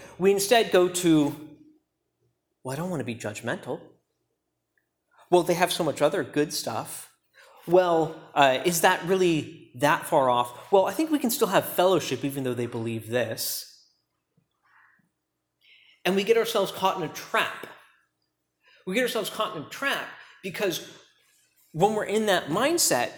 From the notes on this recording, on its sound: preached at Key Peninsula Baptist Church